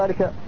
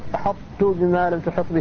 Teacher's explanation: فتبقى صفة الإطلاق لكن الطاء مدغمة في التاء. ومثل ذلك أحطت بما لم تحط به في سورة النمل، فتبقى صفة الإطلاق لكن الطاء مدغمة في التاء.